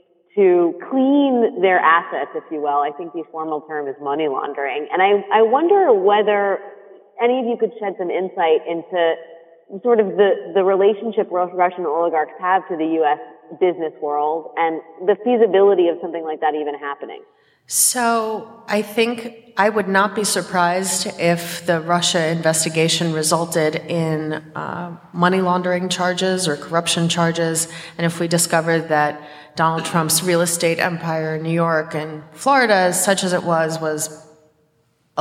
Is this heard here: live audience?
yes